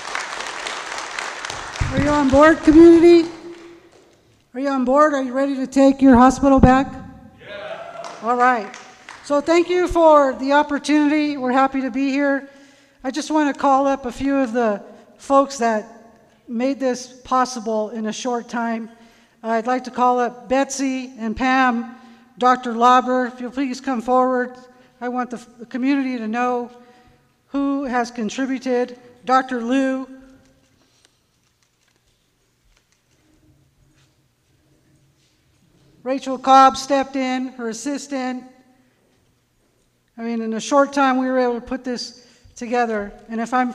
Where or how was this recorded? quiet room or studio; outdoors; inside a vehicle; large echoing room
large echoing room